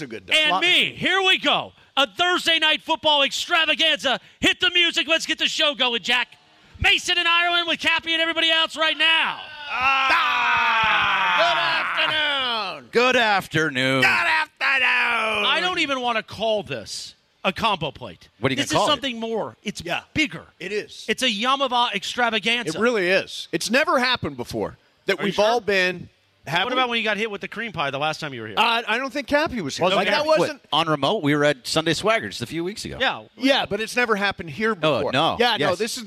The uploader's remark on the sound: LIVE From The 909 Sports Bar at Yaamava!